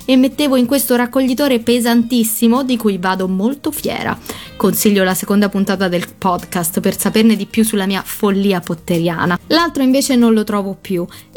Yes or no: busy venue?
no